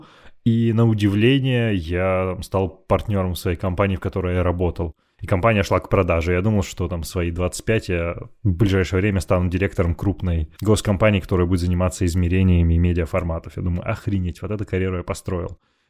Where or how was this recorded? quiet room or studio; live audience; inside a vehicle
quiet room or studio